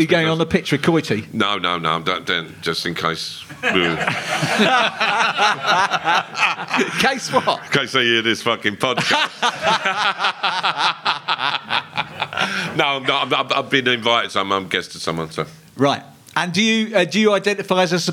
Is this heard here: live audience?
yes